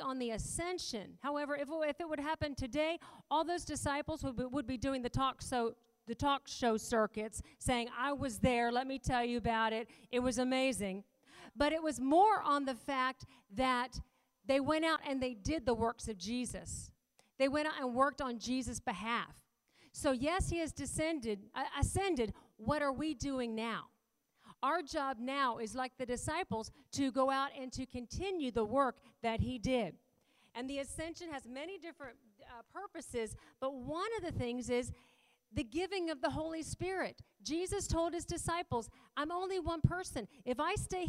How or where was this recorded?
large echoing room